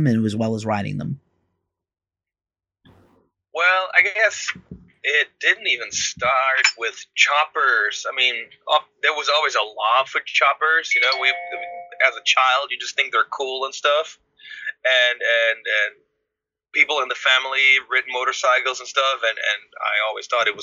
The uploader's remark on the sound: over Skype from their home studio